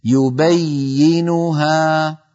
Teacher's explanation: المهم أن لا ينقطع صوت الياء، لأن الياء حرف رخو يمتد الصوت به.